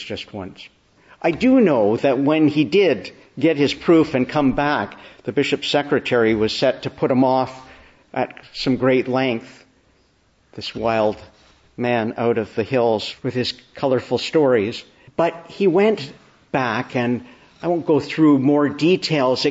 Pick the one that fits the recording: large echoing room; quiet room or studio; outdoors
large echoing room